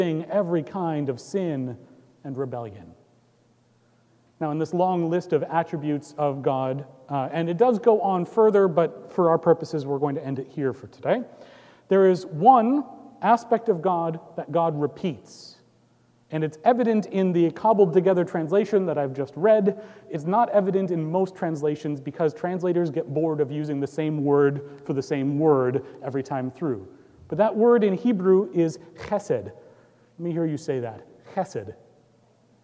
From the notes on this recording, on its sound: Recorded live on September 9, 2018 at Trinity Presbyterian Church in Bixby, Okla.